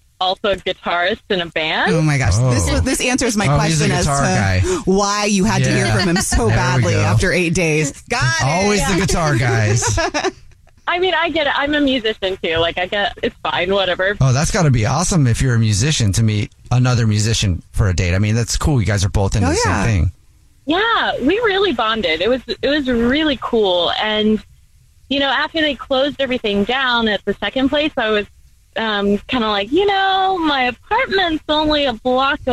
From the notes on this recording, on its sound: We get that other person on the phone